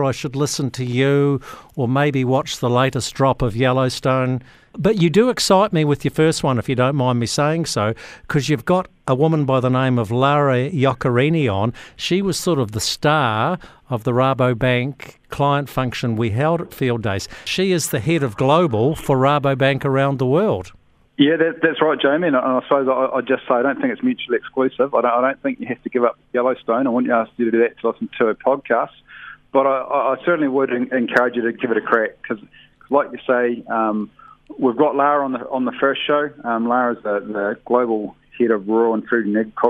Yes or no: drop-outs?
no